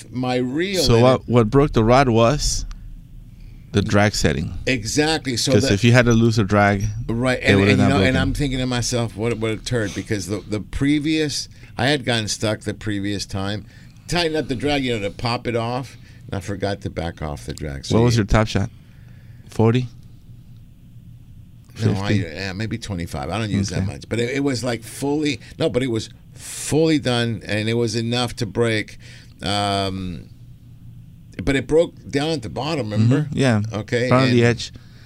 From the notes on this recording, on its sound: "LIVE" from Angel Stadium in Anaheim, CA